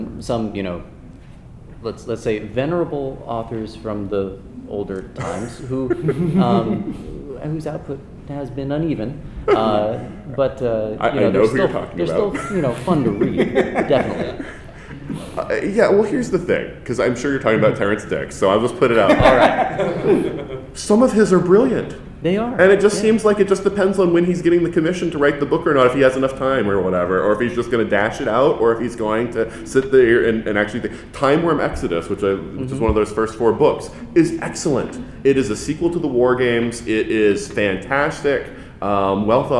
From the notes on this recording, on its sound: In this episode we turn to our archive of con panels and pull one of the earliest recordings that we have for the 42cast. Since this was a con panel.